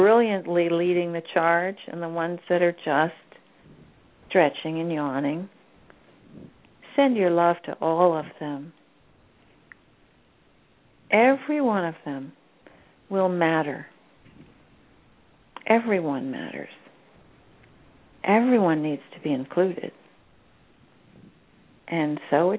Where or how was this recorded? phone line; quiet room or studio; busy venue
phone line